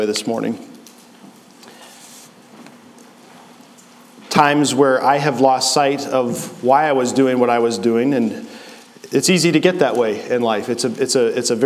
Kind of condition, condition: setting, large echoing room